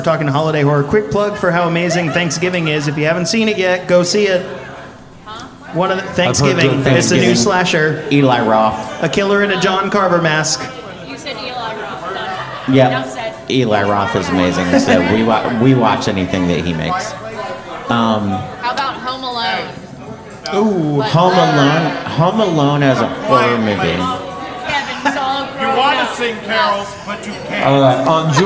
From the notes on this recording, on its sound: Midnight Terrors Live From Oak Road Brewery. Midnight Terrors is back with our second live episode from our Midnight Terrors Live: Here Comes Krampus! We sat down with our audience.